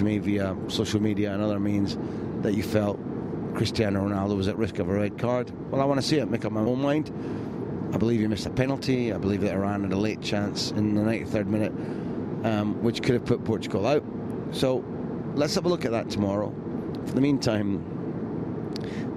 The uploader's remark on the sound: Here's another 3am diary - this time recorded from the plane from Kaliningrad to Krasnodar.